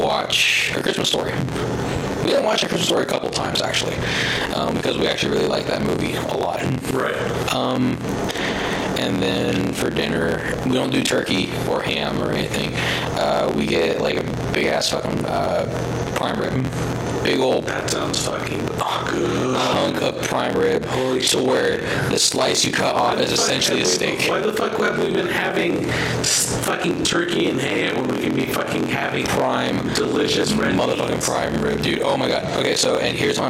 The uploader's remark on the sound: The bad news is we didnt figure it out until we recorded this episode. Sorry for the audio quality.